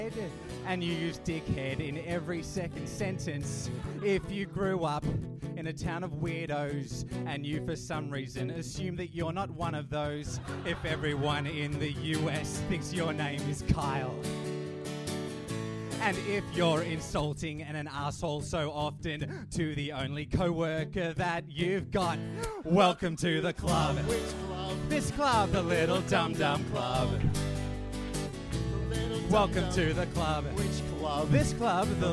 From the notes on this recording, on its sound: Recorded LIVE at Softbelly Bar.